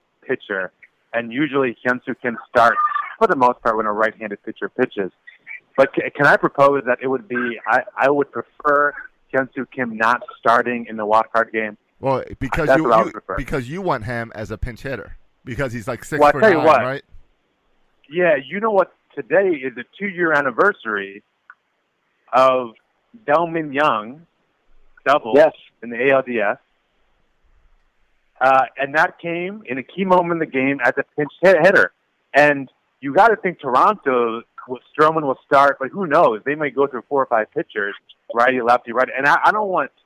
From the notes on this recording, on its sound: Take to the phone.